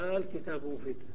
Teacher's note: تدخل همزة الاستفهام ثم تقلب همزة الوصل إلى ألف يعني ألف مدية